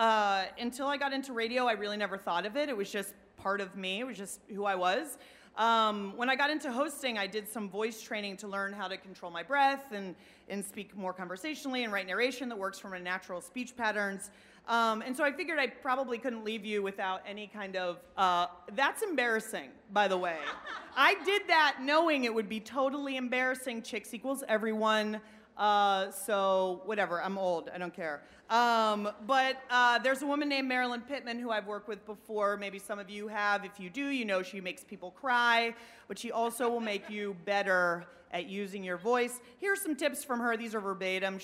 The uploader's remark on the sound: Werk It: The Podcast is the ICYMI version of the live event. Both the festival and the podcast are produced by WNYC Studios.